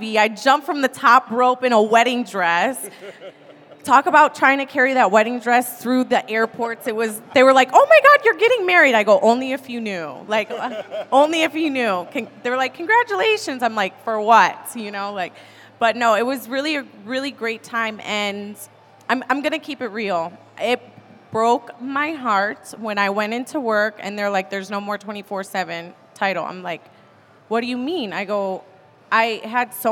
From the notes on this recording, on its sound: live at the WrestleMania Superstore